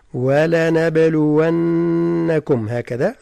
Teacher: الحروف كلها مرقق، فحذاري من التفخيم مع قلقلة الباء